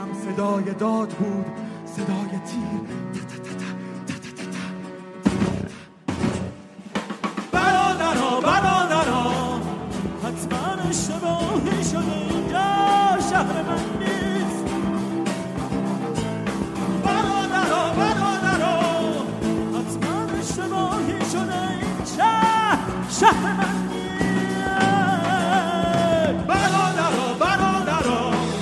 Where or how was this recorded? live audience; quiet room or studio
live audience